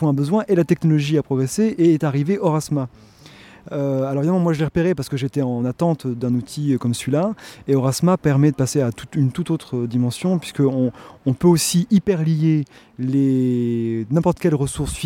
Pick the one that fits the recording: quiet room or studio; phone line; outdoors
outdoors